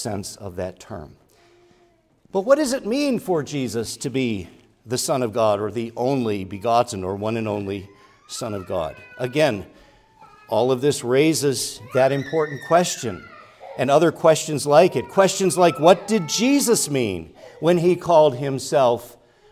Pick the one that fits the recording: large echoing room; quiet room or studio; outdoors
large echoing room